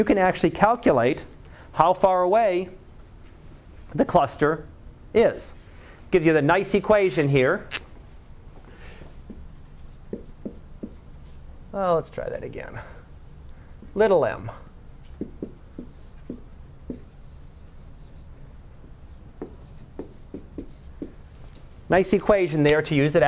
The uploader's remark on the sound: Live Class Lecture